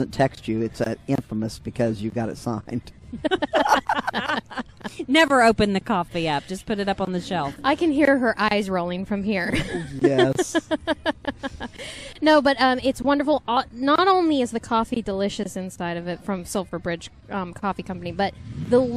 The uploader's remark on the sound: Record live from the First Friday event in Gallipolis. Hear interviews from members of the Chamber of commerce, event organizers, vendors and attendees!